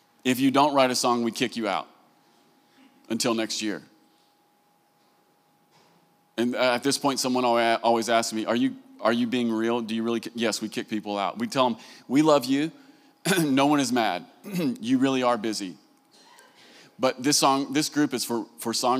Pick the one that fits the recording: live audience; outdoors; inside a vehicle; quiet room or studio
live audience